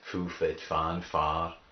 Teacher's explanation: the wh sound, it turned into an F